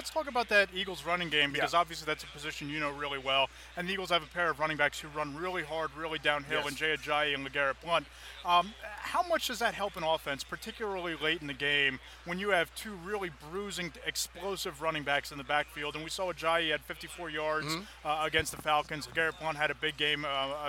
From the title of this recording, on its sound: Day 2 from Radio Row at the Super Bowl